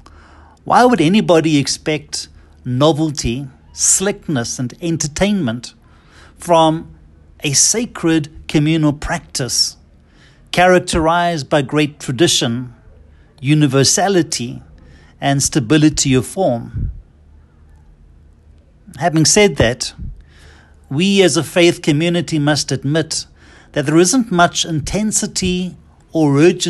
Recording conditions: large echoing room